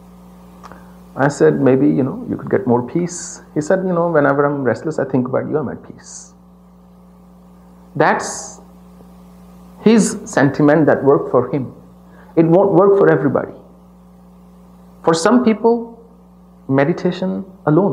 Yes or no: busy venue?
no